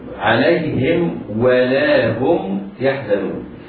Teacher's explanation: الميم تخرج من بين الشفتين والواو تخرج من بين الشفتين، إلا أن الميم تخرج من بين الشفتين مع انطباقهما، والواو تخرج من بين الشفتين مع انفتاحهما · Term: حرفان متجانسان